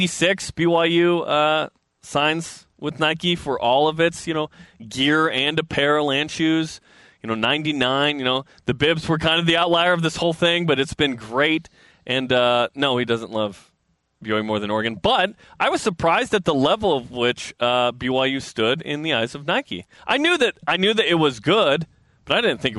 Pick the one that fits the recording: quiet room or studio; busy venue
busy venue